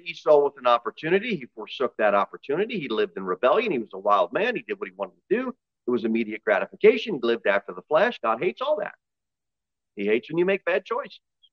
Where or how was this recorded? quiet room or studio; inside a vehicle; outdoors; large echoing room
large echoing room